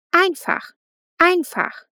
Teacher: Die Betonung steht in dem Wort einfach auf der ersten Silbe.